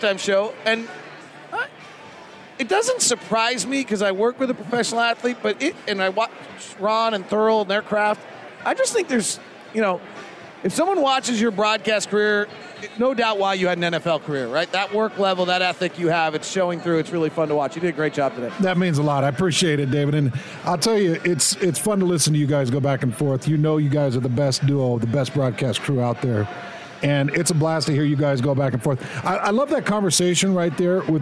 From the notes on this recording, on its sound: postgame press conference audio